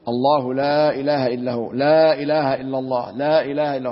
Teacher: هكذا يمد عند جميع القراء ويسمى مد التعظيم